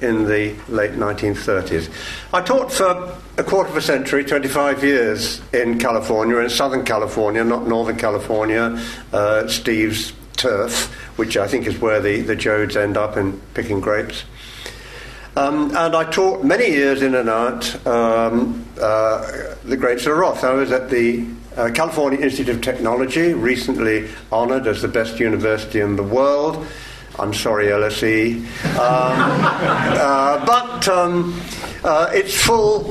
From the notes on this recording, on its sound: This event forms part of LSE Space for Thought Literary Festival 2014, taking place from Monday 24 February - Saturday 1 March 2014